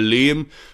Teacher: dass Nuschler so ein bisschen die Endsilben verschlucken, aus Leben wird dann schnell Lehm